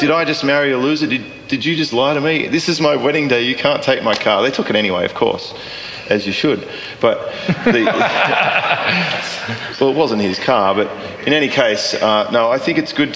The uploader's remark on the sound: LIVE at FWF3